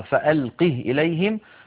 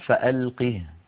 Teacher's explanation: بإسكان الهاء وصلا ووقفا. إذن لو وصلناها فألقه إليهم، ولو وقفنا عليها أيضا فألقه.